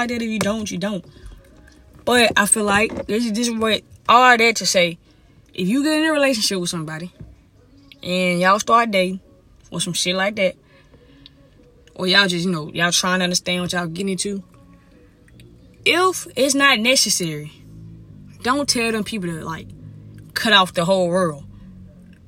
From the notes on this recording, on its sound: Uncensored Parked Car Conversation.